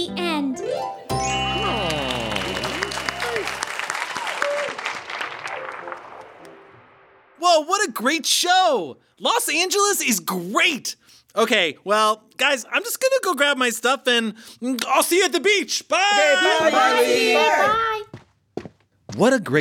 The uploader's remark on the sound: Live in LA!